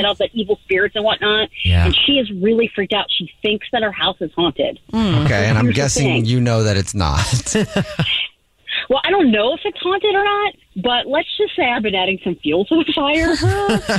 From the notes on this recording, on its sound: The woman on the phone